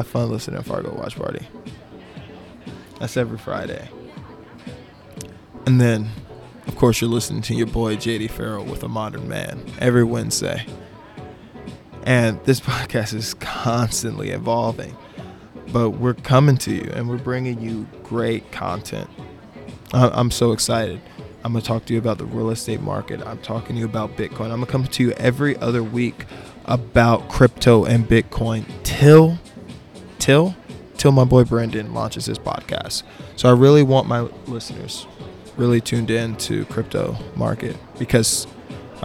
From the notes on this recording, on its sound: live from the 23rd floor on Aire Rooftop bar in Chicago, Illinois.